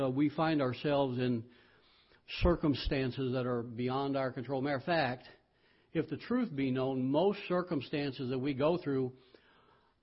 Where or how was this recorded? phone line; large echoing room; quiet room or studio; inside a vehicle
large echoing room